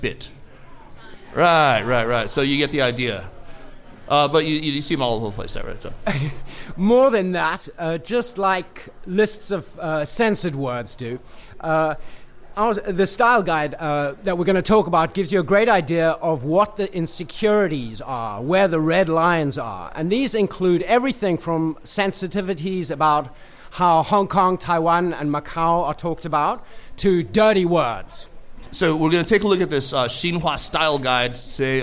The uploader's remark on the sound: Took audience questions at a live podcast at the Definitive China Happy Hour in Washington, D.C., on August 10, 2017. The Happy Hour brings together China professionals and enthusiasts from over 30 D.C.-area China organizations.